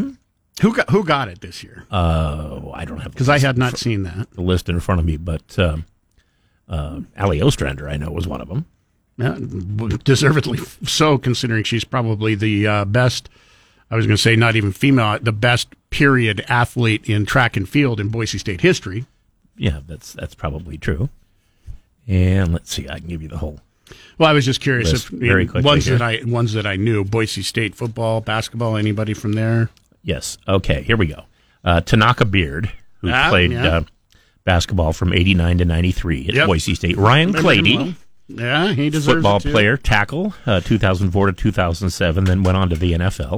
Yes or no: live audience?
no